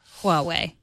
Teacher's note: Just add a little push of air in front of it to make that H sound.